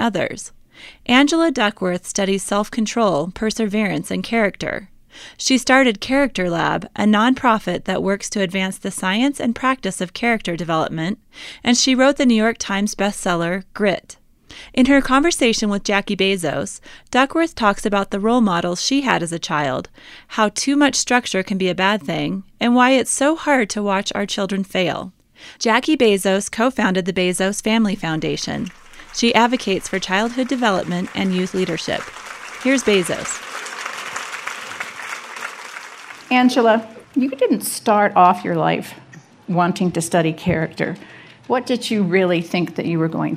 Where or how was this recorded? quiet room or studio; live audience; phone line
live audience